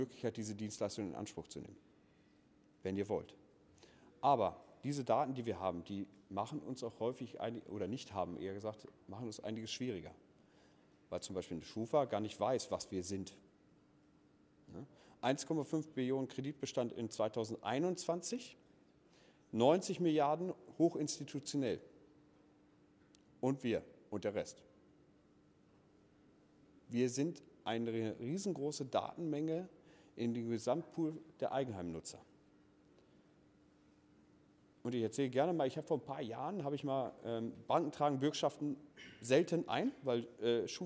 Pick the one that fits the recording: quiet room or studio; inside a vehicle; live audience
live audience